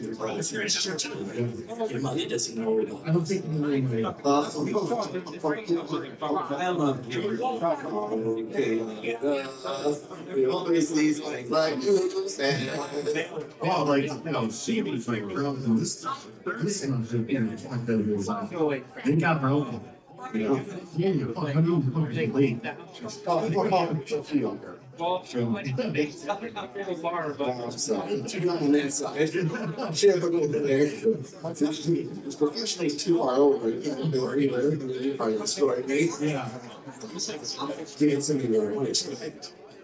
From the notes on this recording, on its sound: Live Show. First 10 min audio is shit.